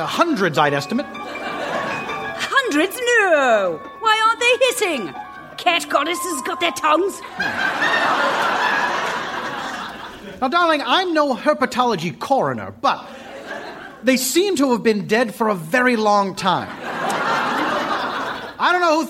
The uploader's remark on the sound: Recorded Live 3/3/2012 at Largo, Los Angeles.